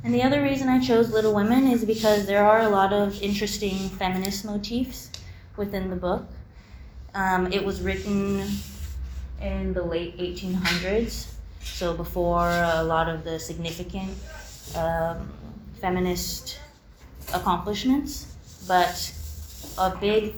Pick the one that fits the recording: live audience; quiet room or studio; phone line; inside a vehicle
live audience